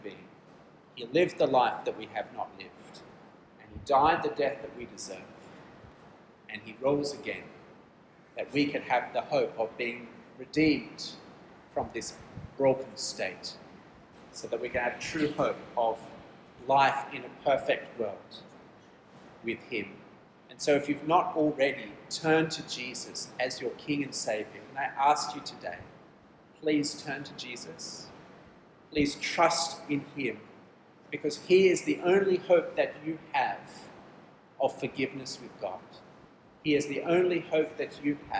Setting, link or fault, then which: setting, live audience